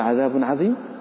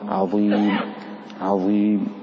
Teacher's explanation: الظاء الظاء تتميز بالتفخيم، وإن كانت مكسورة ففيها صفة الإطباق، فتتميز في اللفظ · Shown in: second take · تقول عذاب عظيم عظيم عظيم.